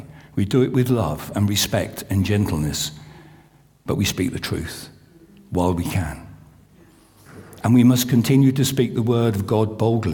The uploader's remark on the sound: This sermon was recorded on Sunday 2nd April 2023 at our Great Denham venue.